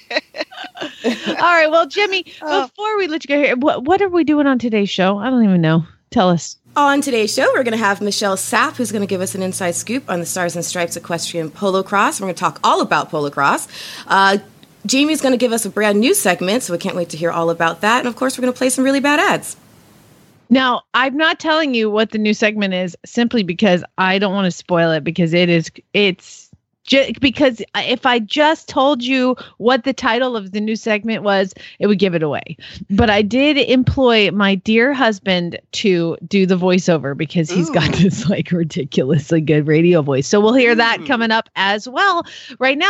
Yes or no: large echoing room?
no